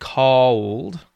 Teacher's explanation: So the only words that I can really think of happen when there's either, it'll either be an L sound or it would be turned into a dark L sound, right? So if I were to say the word cold, the L causes your mouth to change shape and change the vowel quality. So, that's why you get a diphthong sound.